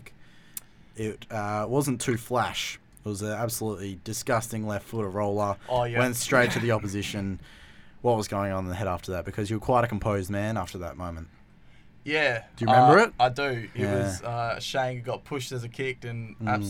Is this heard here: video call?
no